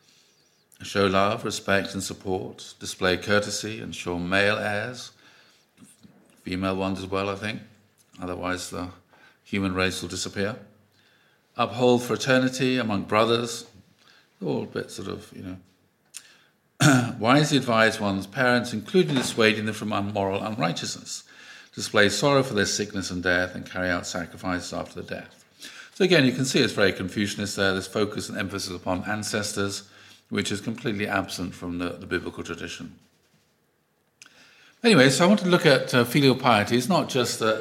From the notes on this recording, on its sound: Audio from a sermon in Hatch End